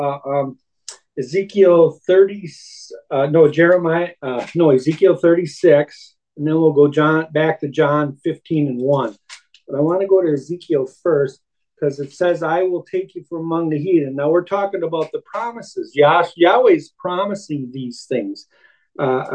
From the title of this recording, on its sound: Oceanside Zoom Class